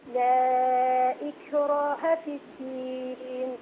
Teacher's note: الكاف ليست مقلقلة. إك شديدة مهموسة